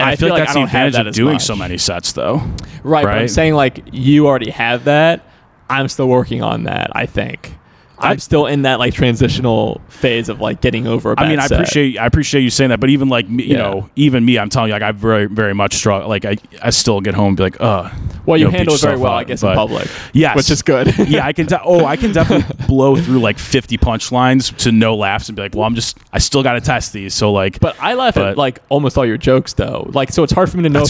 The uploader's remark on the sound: Was recorded outside the comedy open mic at Wits End Saloon. In Timonium, MD.